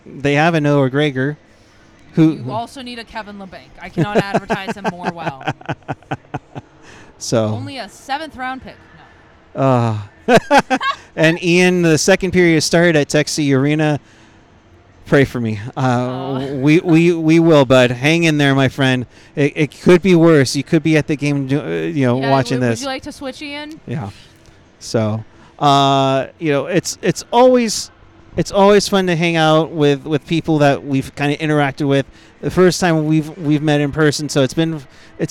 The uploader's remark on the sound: Live from the Shark Tank